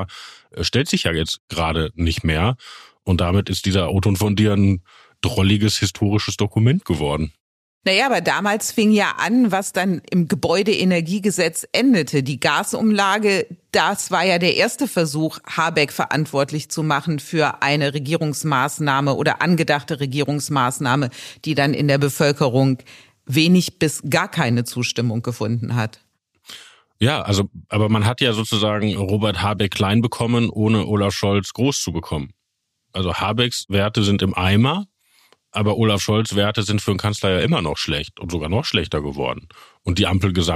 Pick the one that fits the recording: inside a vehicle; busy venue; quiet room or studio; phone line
quiet room or studio